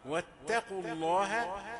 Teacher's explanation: واتقوا تاء رقيقة وليس واتقوا، لا، واتقوا تاء رقيقة وبجوارها القاف مفخمة، فلازم نحاذر أن لا يأخذ حرف صفة حرف آخر.